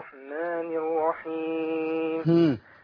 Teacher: الراء لازم تبان راء ما تبقاش واو